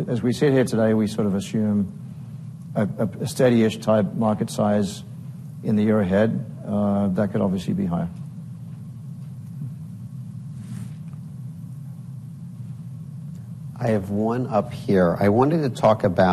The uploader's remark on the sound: at the Bank Of America Securities 2024 Financial Services Conference in a fireside chat